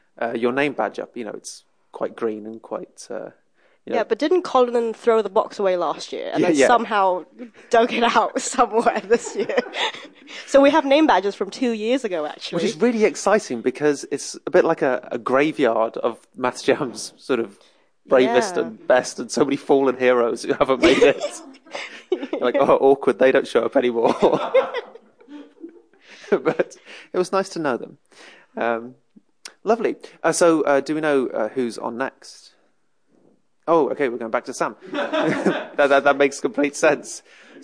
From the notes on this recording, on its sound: This bonus episode of Relatively Prime features a live podcast recording from 2018's Annual MathsJam Gathering.